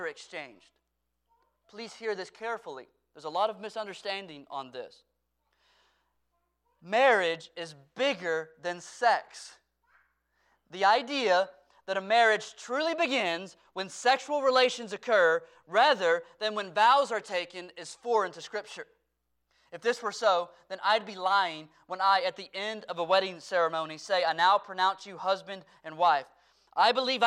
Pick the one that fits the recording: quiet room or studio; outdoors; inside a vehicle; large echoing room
large echoing room